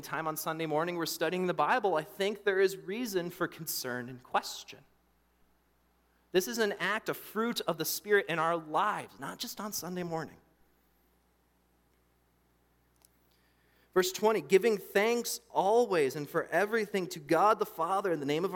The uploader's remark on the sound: during the Morning Worship Service on Sunday, July 2, 2023, at Calvary Baptist Church in Battle Creek, Michigan